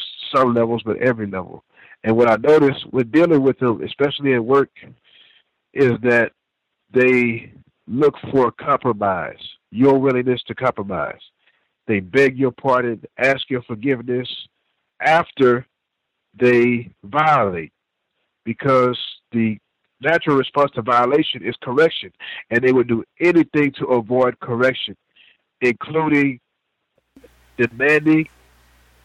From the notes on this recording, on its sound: The Context of White Supremacy hosts the weekly Compensatory Call-In. We encourage non-white listeners to dial.